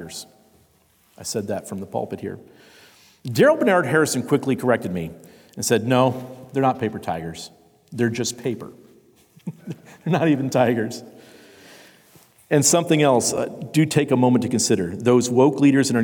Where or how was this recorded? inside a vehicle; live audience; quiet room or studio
live audience